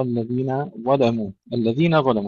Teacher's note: ترقيق النون ثم تفخيم الظاء، وكذلك ترقيق اللام لغير ورش.